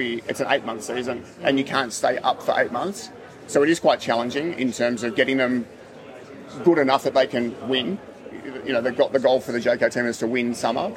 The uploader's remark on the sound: we're live at the Adelaide Hilton.